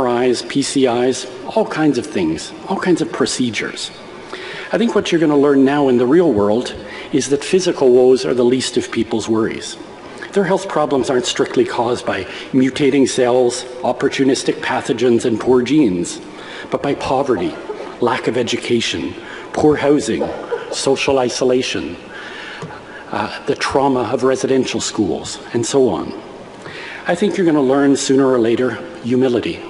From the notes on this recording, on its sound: This convocation speech was delivered to graduating MDs at the University of Manitoba on the receipt of an honorary doctorate.